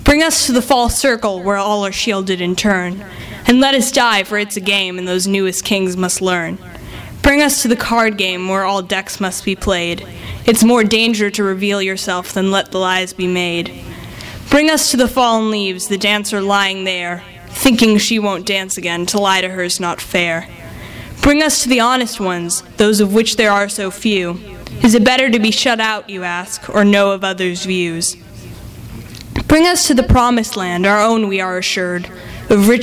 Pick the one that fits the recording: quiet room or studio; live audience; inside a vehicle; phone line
live audience